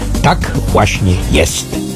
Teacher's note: mówienie z góry w dół, które pokazuje pewną pewność i autorytarność.